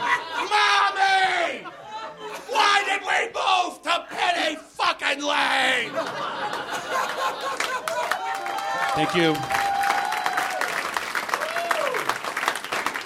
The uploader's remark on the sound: Live from the NerdMelt Showroom, it's the third Nerdist Podcast Stand Up Cluster.